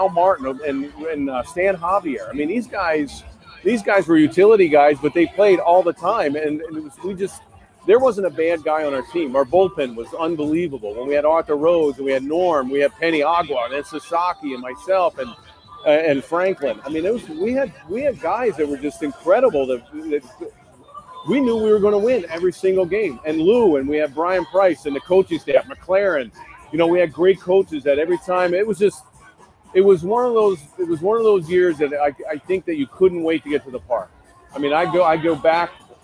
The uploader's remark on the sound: live from T-Mobile Park in Seattle